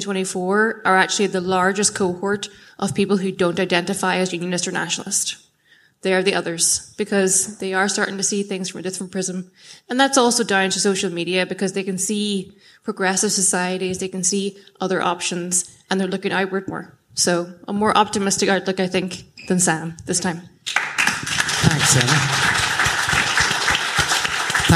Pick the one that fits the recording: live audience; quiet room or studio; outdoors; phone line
live audience